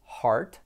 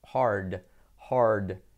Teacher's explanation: Y la D hay que hacerla sonora. Es que suena un poquito, ¿vale? Activamos las cuerdas. · Shown in: second take · Your vocal cords, you need to activate them.